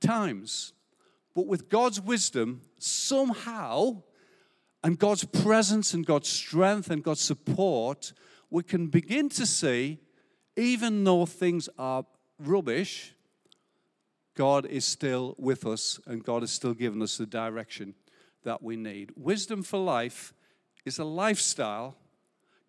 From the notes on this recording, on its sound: Recorded live at Life Church Lancashire, 30rd October 2022.